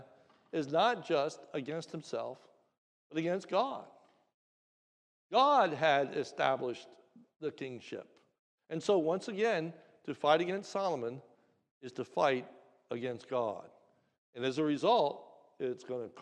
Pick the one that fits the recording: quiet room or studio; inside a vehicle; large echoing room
large echoing room